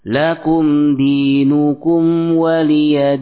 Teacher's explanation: Kita baca yang kedua dengan empat harokat